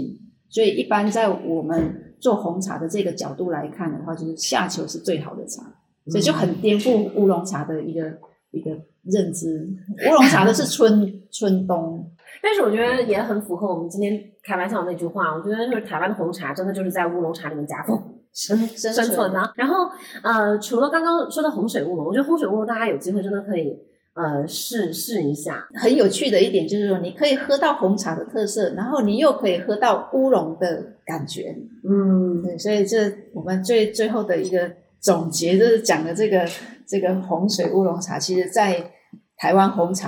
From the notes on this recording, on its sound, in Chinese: 干脆在品牌工作室里架起手机录起节目。因室内环境问题，音质欠佳。